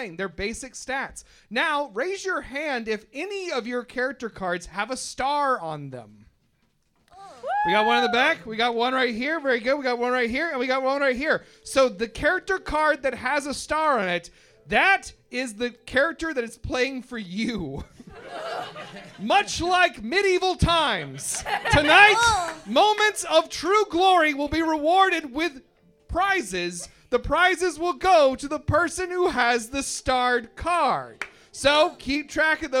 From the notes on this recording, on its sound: We thought we’d give you an audio taste of our new live show at Lincoln Lodge theater in Chicago!